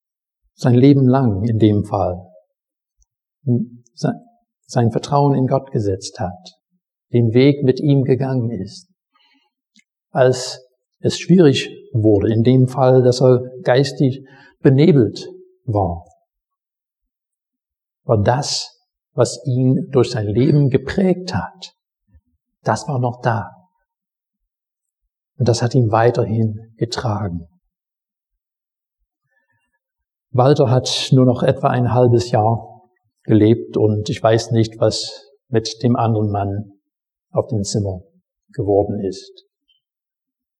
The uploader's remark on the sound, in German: Predigt aus dem Gottesdienst